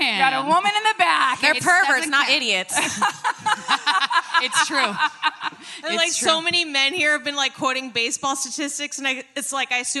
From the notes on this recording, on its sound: live from Skankfest South in Houston, Texas.